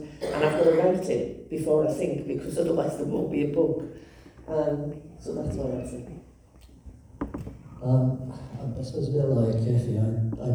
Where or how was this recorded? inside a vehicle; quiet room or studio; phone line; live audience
live audience